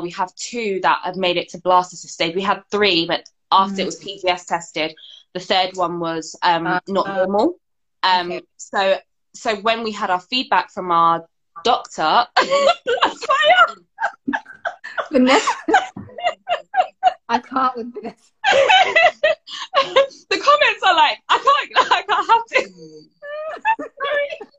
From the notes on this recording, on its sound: hosted on Instagram Live during the summer of 2020